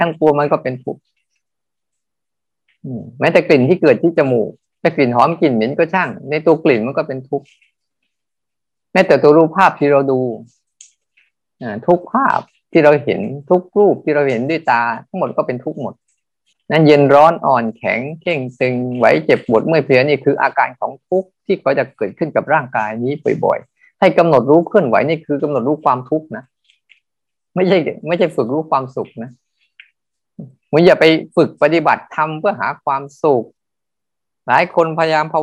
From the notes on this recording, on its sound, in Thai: เป็น 1 ใน 3 คอร์สออนไลน์ (ผ่านโปรแกรม Zoom).